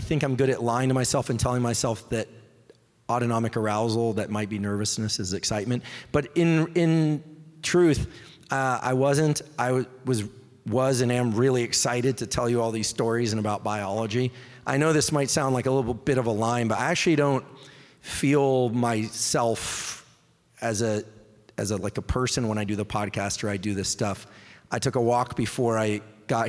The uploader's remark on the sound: LIVE EVENT Q&A. Question & Answer in Seattle, WA.